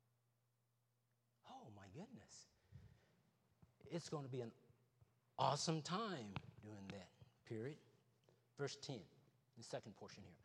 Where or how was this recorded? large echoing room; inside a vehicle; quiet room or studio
large echoing room